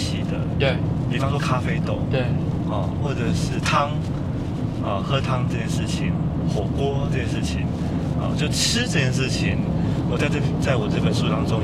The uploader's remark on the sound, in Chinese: 一段從九份開車到台北的夜路上，在一個移動的空間裡。因車上錄音略有雜音，敬請多多包涵。